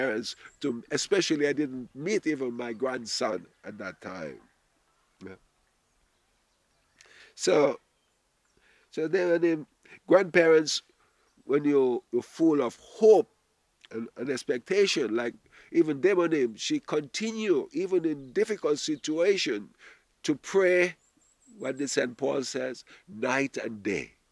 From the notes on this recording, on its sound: Audio from a sermon in Watford Peace Garden